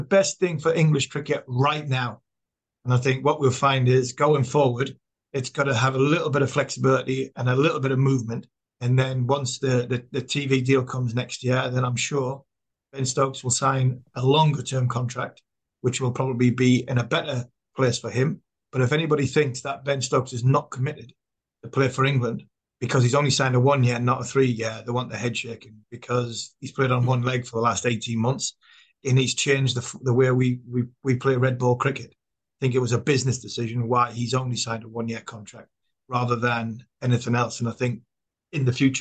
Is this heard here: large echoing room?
no